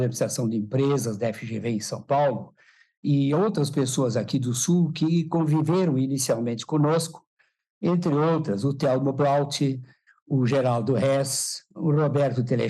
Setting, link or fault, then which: link, video call